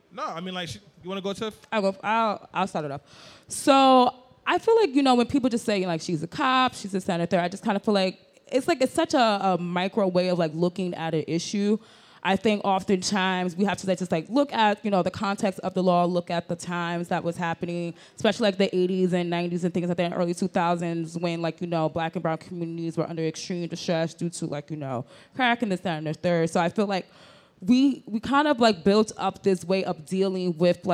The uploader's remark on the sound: During a live podcast recording at ENVSN Fest, a two-day interactive summit in Brooklyn, NY that celebrates women of color.